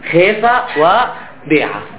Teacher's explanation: فبدلا أن تقول خاف وباع تستطيع أن تقول خيف وبيع، فتتلفظ بها ألف ألفا قريبة من الياء